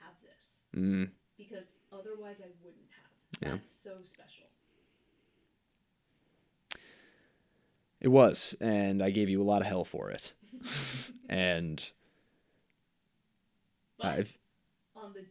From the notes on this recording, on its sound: Audio issues and off the table topics getting in the way of a typical episode.